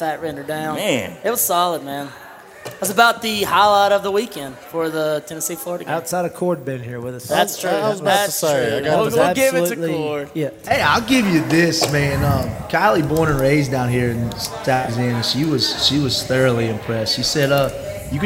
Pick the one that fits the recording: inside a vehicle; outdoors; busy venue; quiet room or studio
busy venue